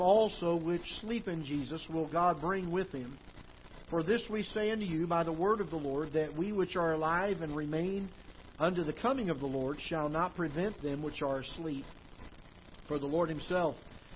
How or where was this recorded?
large echoing room